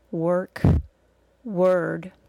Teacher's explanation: words work and word are both spelled O-R, but both sound like schwa plus R. · a schwa plus R really just sounds like an R sound that takes more time to say. We really don't hear any vowel sound before it.